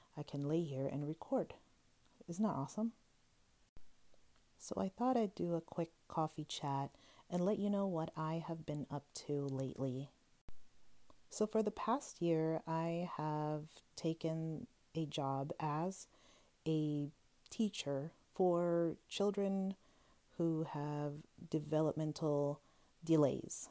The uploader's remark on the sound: I need your grace regarding the audio because I recorded from my phone and used my wired headset.